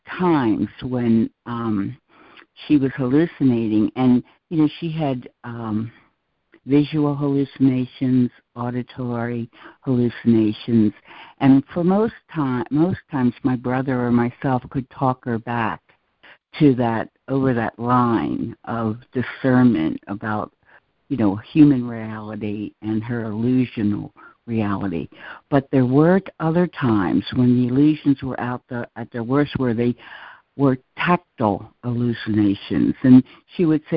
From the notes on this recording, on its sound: ACIM Daily Conference Call